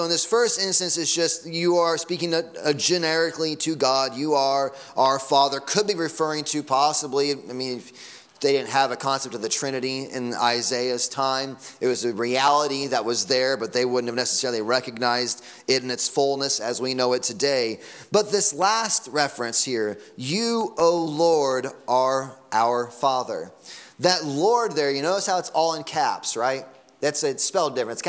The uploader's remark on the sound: Sunday Morning Sermon Audio